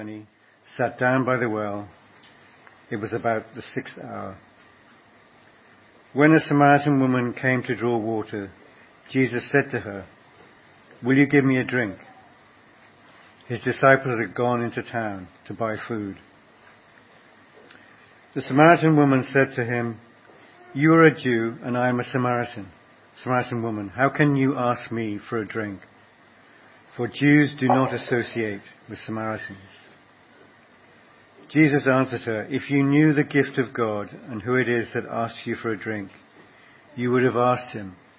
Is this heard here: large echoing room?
yes